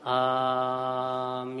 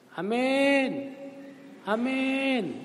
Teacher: A itu mad wajib, dua ketuk. Min itu mat'arid lisukun, bisa dibaca 2 sampai 6. · Shown in: first take · Jadi kita ucapkan amin.